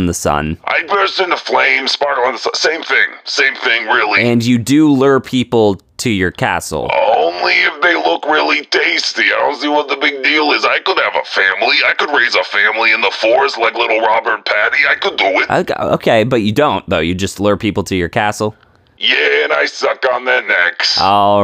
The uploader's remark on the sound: phones in for an exclusive interview